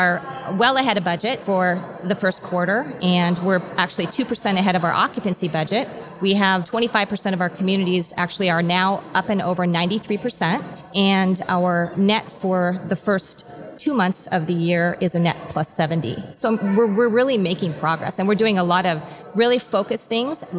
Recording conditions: busy venue